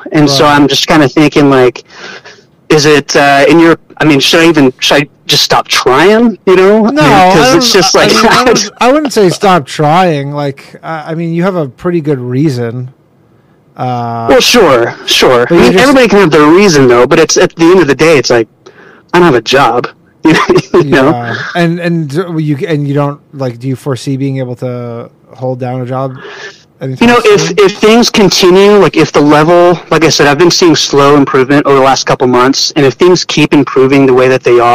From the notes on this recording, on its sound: The bad advice question/call in show.